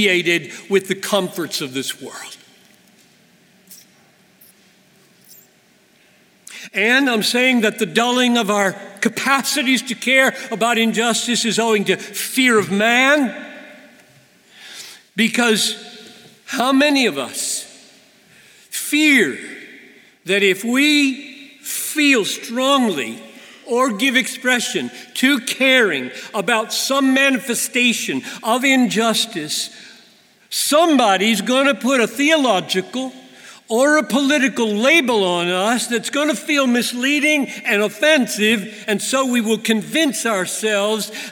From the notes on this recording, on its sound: At the 2019 Bethlehem College &amp; Seminary commencement. To the Class of 2019.